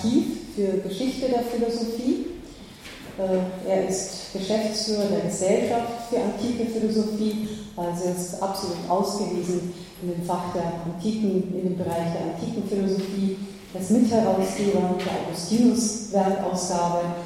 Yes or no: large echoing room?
yes